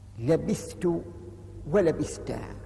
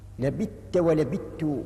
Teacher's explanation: وهذه هي قراءة ابن كثير ونافع وعاصم والآخرون وهم أبو عمرو وابن عامر وحمزة والكسائي قرأوا لبت ولبت بإدغام الثاء في التاء وذلك لتقاربهما في المخرج لأنهم جميعا يخرجان من طرف اللسان وأصول الثنايا · Shown in: second take